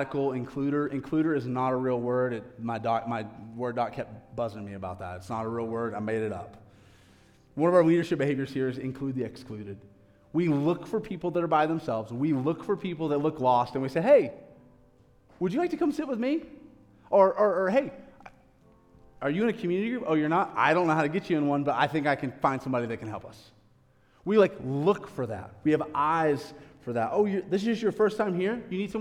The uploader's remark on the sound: a live recorded sermon from the Sunday gathering at The Heights Church Denver on 09/24/23